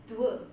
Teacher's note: ein labialisiertes D, ist konsonantisch, ist stimmhaft, ist aber kein Frikativ, aber labialisiert